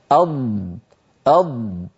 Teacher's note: الضاد متصفة بالجهر يعني يهتز الوتران الصوتيان عند النطق، لو قلنا ضع يدك يا أخي أو ضع يدك يا أختي على الحنجرة أض، فلما نقول أض نجد بأن هناك اهتزاز تحت أصابعنا على الحنجرة، فالضاد مجهورة وليست مهموسة، ليست من حروف سكت فحثه شخص.